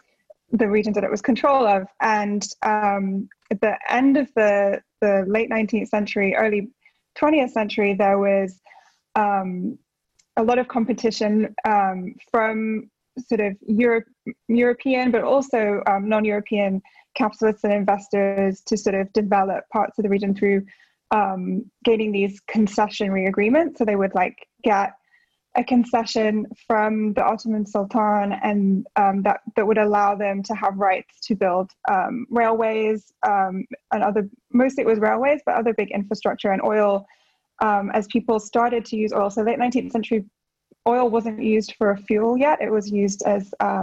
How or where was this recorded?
video call